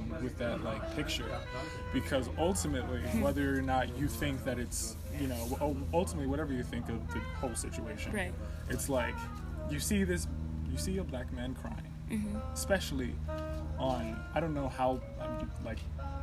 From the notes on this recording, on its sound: A raw exploration into a live outdoor conversation at a local coffee shop.